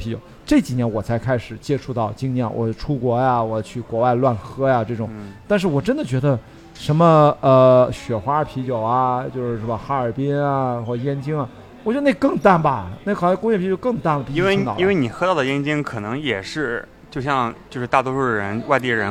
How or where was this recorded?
busy venue